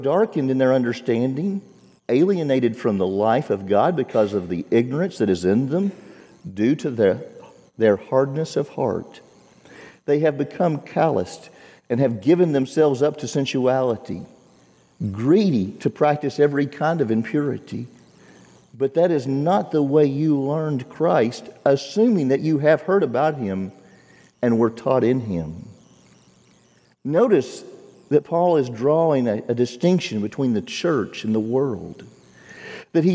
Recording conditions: large echoing room